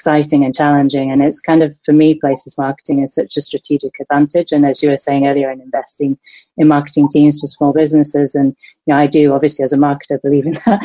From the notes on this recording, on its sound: This episode is the audio from our webinar this week